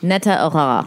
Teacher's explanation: That guttural R isn't really flowing off the back of your throat